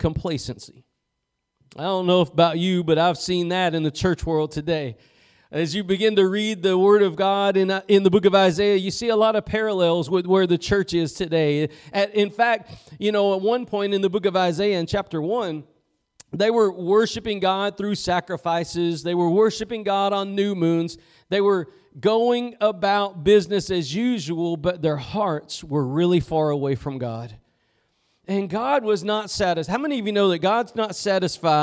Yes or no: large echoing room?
yes